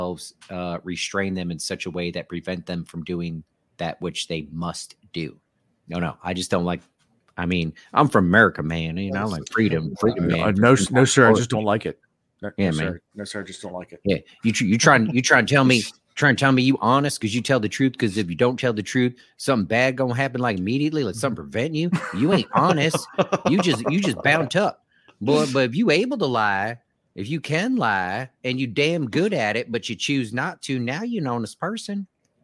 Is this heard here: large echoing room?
no